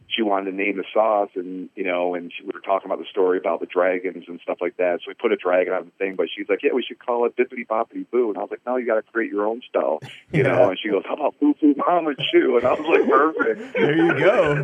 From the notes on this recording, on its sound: hopped on a phone call with us